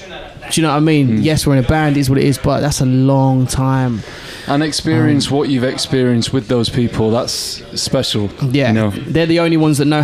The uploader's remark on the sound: In a hotel bar in central London.